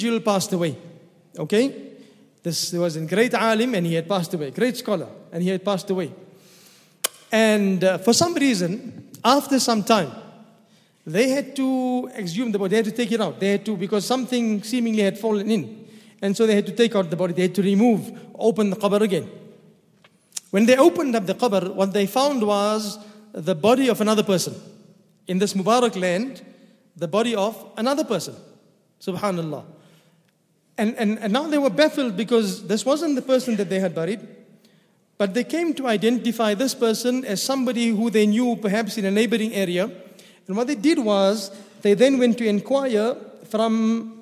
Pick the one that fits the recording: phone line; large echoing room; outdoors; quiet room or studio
large echoing room